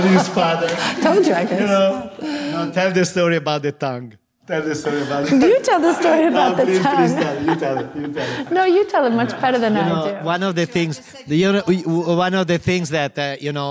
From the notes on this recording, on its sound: at Refettorio Felix in London for a special live recording